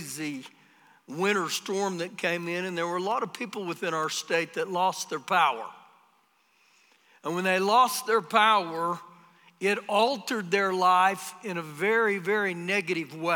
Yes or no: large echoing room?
yes